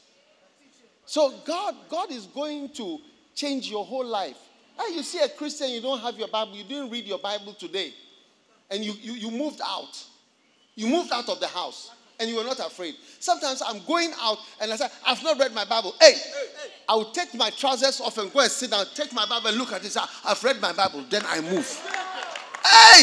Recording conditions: large echoing room